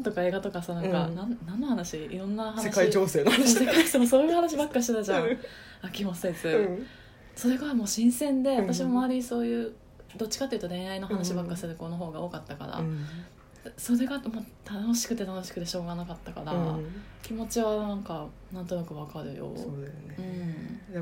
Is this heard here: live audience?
no